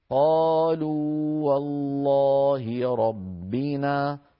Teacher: فنبين المد في واو قالوا ولا ندغم، لو أدغمنا لو لقلنا قالوا والله ربنا قالوا، ولا أحد يفعلها من القراء العشرة، نقولها هكذا: قالوا والله ربنا، فنعطي الواو الأولى حقها من المد الطبيعي.